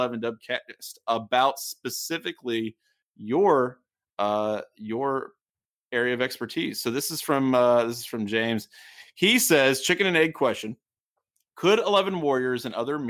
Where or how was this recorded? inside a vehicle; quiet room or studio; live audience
quiet room or studio